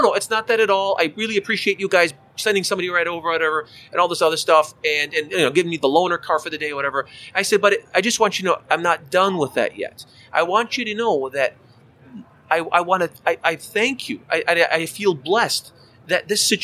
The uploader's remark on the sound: ASOG Podcast LIVE from AAPEX 2021